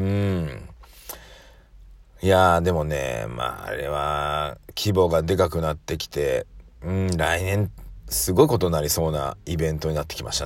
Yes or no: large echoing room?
no